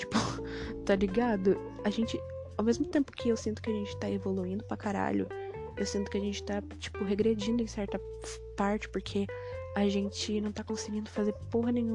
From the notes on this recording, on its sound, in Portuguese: Nesse EP tentei falar um pouco mais baixo. Foi mal pelos barulhos de fundo.